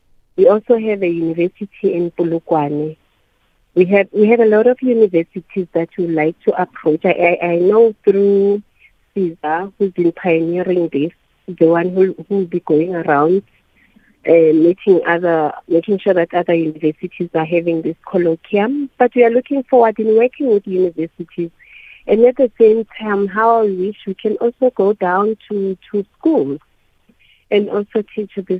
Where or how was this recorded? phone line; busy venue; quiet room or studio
phone line